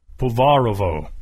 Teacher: the accent is on the second syllable